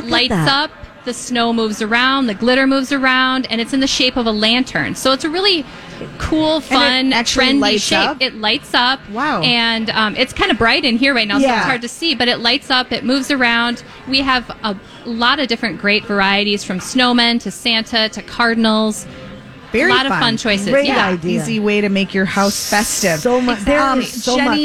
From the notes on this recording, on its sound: Live at the General Store of Minnetonka